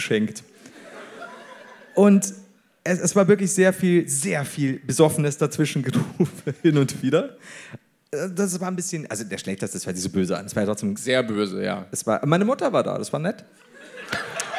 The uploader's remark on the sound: LIVE in Hamburg